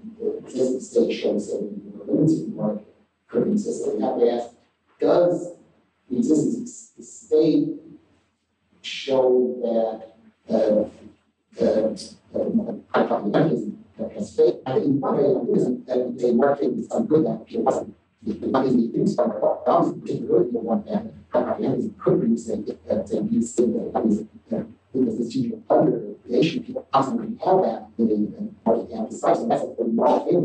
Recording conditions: poor sound quality